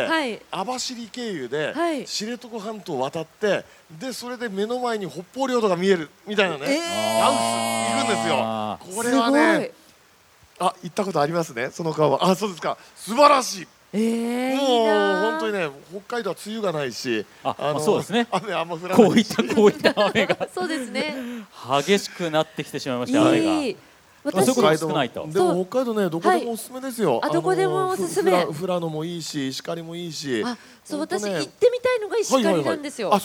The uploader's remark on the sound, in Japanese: 公開収録の模様をオンエア。ゴールデンウイークに東京・豊洲で行った公開録音の模様をお送りしました。